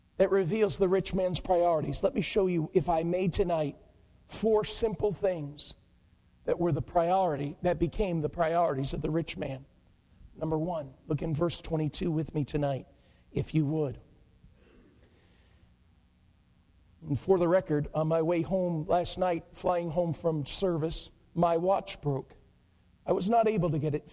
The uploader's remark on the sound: Preached at Pleasantview Baptist Church in Taylors, SC.